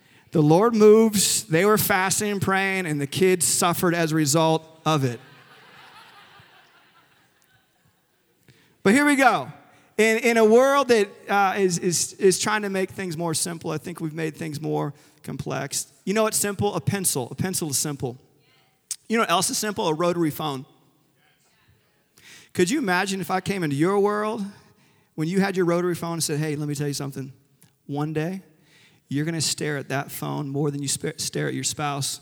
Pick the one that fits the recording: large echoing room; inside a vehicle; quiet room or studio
large echoing room